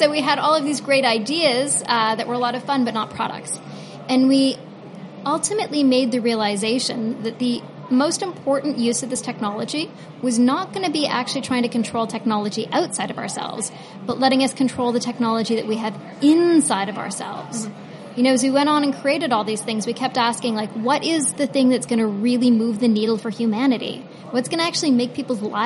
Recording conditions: busy venue